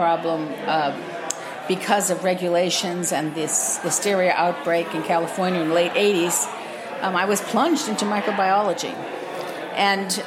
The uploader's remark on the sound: live from the Crown Finish Caves in Crown Heights, Brooklyn at the Molds, Monasteries, and Microscopes event on May 20th